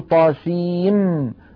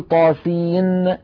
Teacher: فلذلك أرجو الانتباه، وأرجو أيضا الانتباه إلى ما يحدث من أحكام عند اقتران هذه الحروف، يعني لما نقول طاسيم ميم هنا ينشأ إدغام، لأن طاسين آخرها نون ساكنة وميم أولها ميم، فندغم النون في الميم فنقول طاسيم ولا نقول طاسين بالنون · Shown in: first take